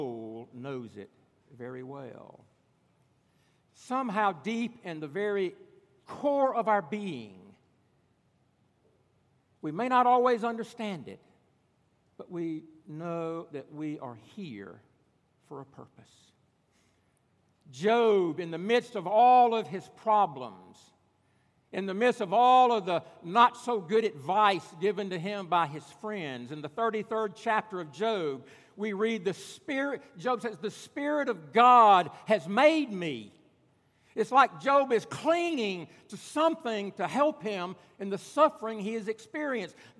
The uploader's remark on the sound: At Redeemer Presbyterian Church in Charleston, SC.